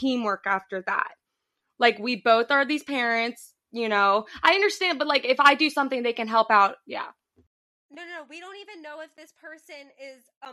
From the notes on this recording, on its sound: STICK WITH US, WE GET BETTER AND AUDIO GETS BETTER.